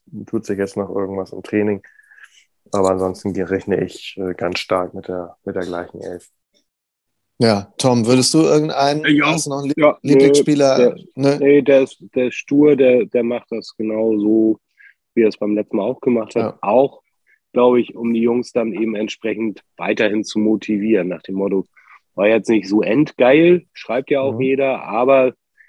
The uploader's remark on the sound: via Zoom